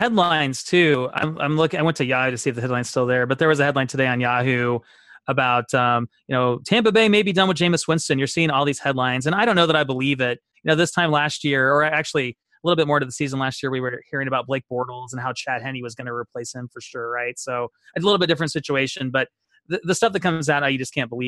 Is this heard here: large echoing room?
no